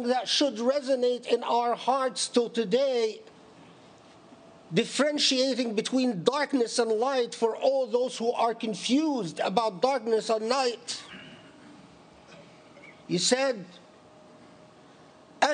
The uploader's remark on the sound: Delivered at the Islamic Center of Southern California, Los Angeles, CA on 12 October 2018.